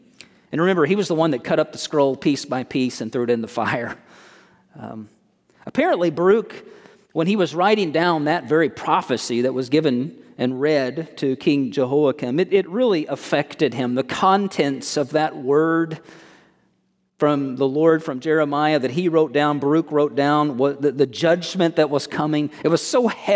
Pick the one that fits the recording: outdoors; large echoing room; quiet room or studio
large echoing room